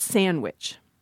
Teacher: For many speakers, what happens is that we will delete the D. So then you've got sandwich.